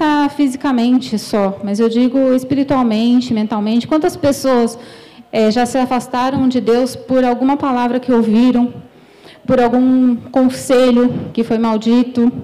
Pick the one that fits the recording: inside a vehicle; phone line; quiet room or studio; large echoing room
large echoing room